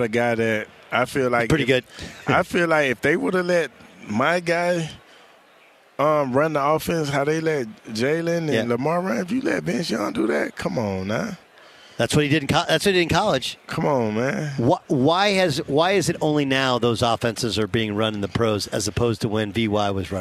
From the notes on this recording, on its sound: live on the final day of Radio Row in Phoenix ahead of Super Bowl 57!